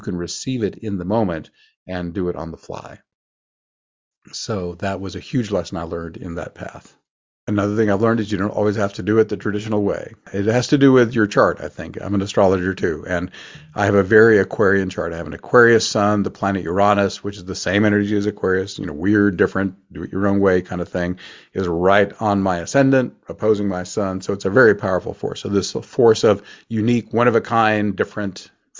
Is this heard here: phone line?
no